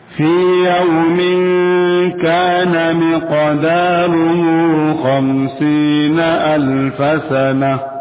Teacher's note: Qaf huruf qalqala dipantulkan.